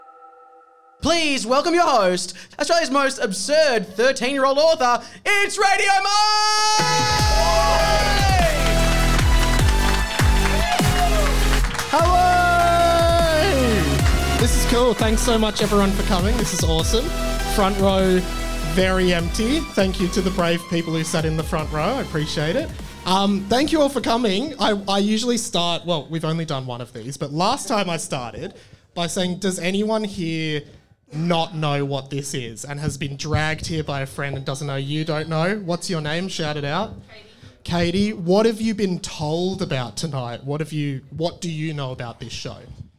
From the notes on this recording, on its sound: Live at the Cooper's Inn! Thanks for everyone who came out to the live show, it was amazing seeing you all there!